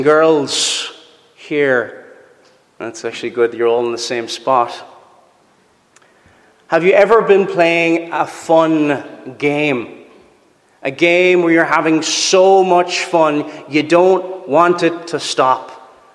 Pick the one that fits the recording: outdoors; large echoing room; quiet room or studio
large echoing room